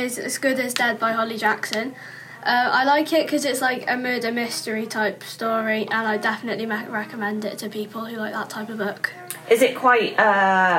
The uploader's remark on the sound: In this episode, we host a collection of guests who attended the St Cyres Open Evening. Please excuse the background rock and roll from the music department next door to our school library.